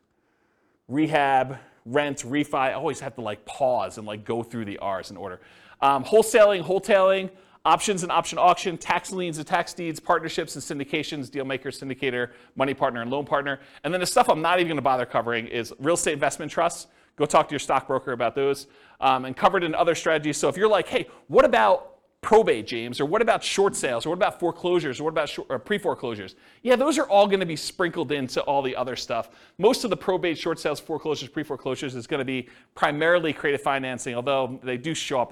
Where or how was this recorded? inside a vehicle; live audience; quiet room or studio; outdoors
live audience